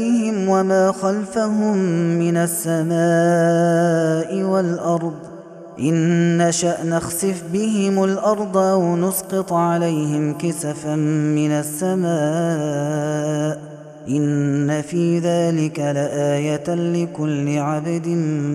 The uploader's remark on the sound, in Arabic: هذا التسجيل من صلاة التراويح